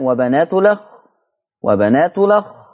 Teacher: هيبتدي ينقل فتحة الهمزة إلى اللام